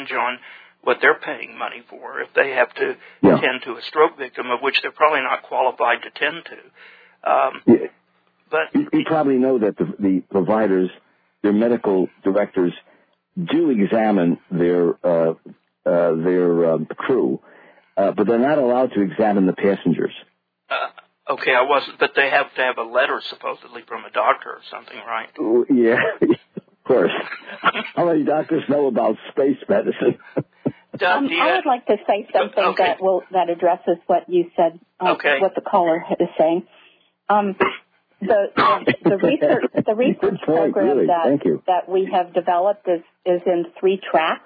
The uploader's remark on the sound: This was an excellent discussion with good emails and listener phone calls.